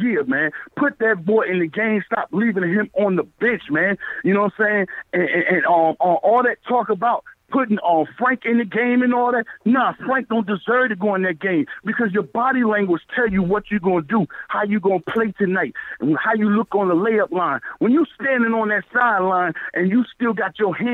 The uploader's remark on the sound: take live phone calls from fans around the world